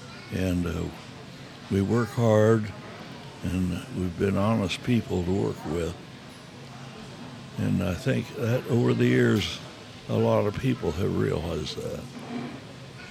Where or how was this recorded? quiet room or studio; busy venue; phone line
busy venue